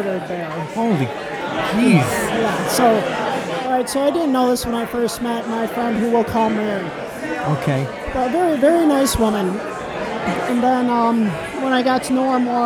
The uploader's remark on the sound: Behind the Scenes at Milwaukee Paranormal Conference 2015